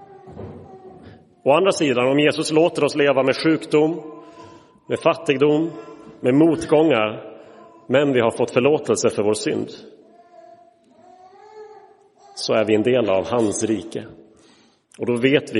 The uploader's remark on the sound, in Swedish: Inspelad i Roseniuskyrkan den 15 oktober 2023.